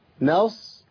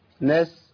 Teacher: السين حرف منفتح مستفل يعني رقيق ضعيف · Shown in: second take